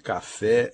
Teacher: Aquela que se pronuncia com mais intensidade, né? A sílaba tônica de café é fé